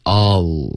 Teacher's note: All 的这个发音是不对的，别动嘴唇。All 是不带嘴唇任何动作的一个发音